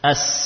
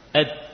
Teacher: As, suaranya berjalan mengalir. Dal, suaranya berhenti. Ed, tertahan pada makhrajnya.